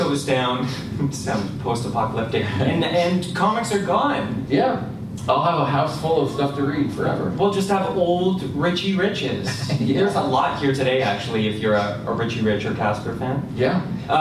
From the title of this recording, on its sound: Live at Toronto Comicon!